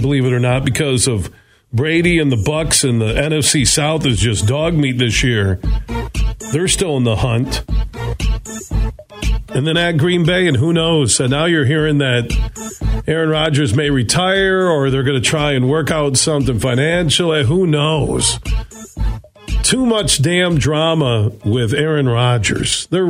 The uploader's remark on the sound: so we took your calls throughout the show